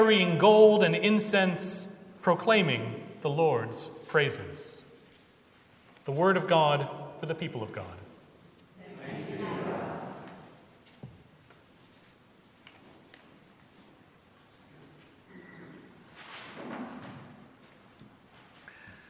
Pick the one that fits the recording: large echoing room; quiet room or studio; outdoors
large echoing room